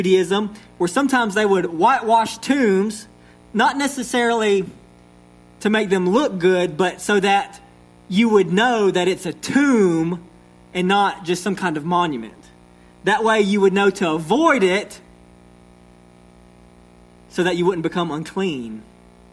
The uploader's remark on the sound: sermon delivered to Cottondale Baptist Church in Eastman, GA on 9/26/21